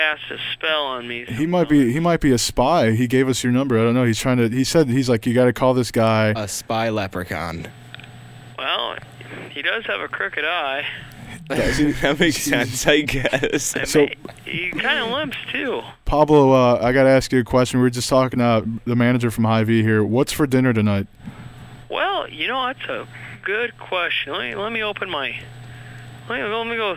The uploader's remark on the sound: dial up a random number live on the air